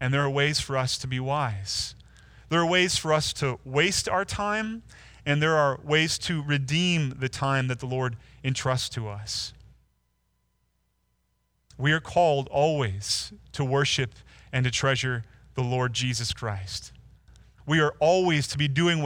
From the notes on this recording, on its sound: Delivered Sunday, March 29, 2020 via livestream at Woodridge Community Church (New Berlin, WI).